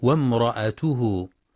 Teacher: وفي قوله جل في علاه وامرأته حمالة الحطب يخطئ من يقرأ وامرأته بهمزة قطع مكسورة بعد الواو وامرأته، والصواب أنها همزة وصل تسقط وصلا فتنطق وامرأته، وبعضهم يقرأ بسكون الهمزة بعد الراء وامرأته، والصواب فتحها.